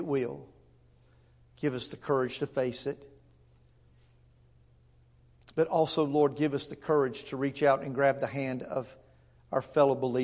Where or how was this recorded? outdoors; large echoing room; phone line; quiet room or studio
large echoing room